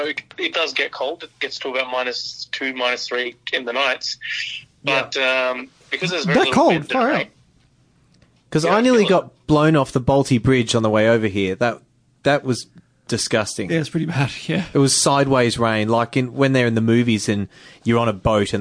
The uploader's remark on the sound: Via Phone link